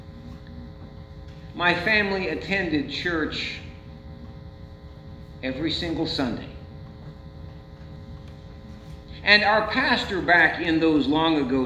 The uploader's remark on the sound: Sunday church service recording from St. John's Lutheran church in Dola Ohio.